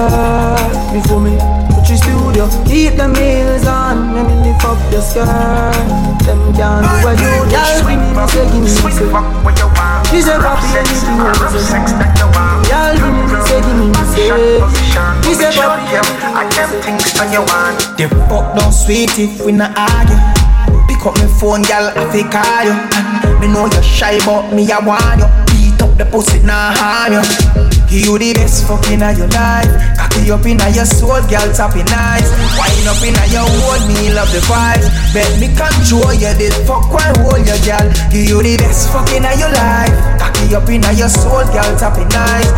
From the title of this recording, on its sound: Live At BACCHANAL & BRUNCH